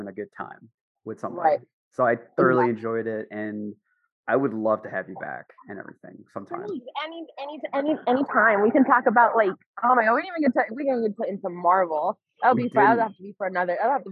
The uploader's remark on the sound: Apologies for the audio, we were tight on scheduling and did this over zoom where one of us was outside.